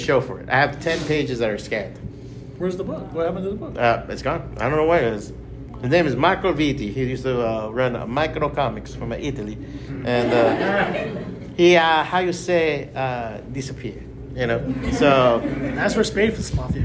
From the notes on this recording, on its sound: Taped live at BEYOND COMIC-CON